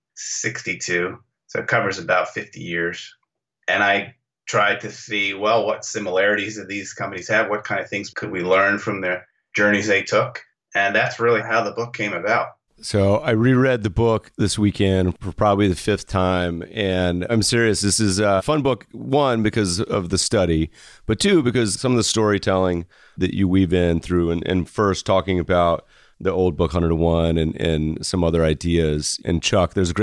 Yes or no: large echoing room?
no